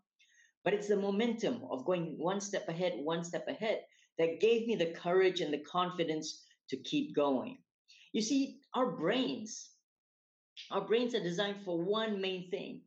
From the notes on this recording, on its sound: recorded webinar series